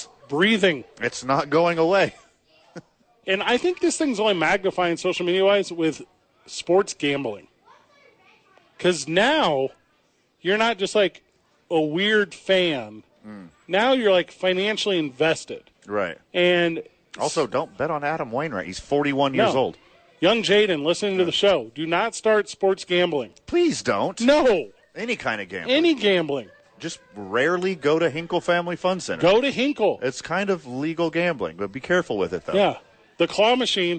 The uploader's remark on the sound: Live from the YMCA.